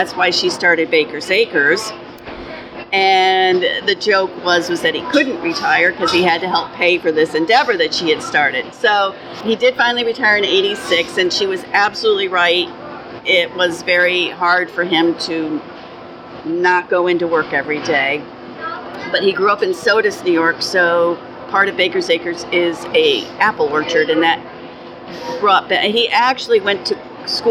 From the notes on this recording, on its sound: Recorded August 2018 at the New York State Fair.